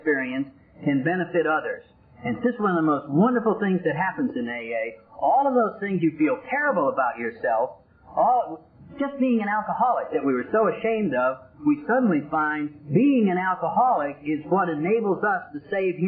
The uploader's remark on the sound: I cleaned this audio up as best I could but there comes a point that removing any more of the background hiss. I got the majority out but there is a bit of hiss in this.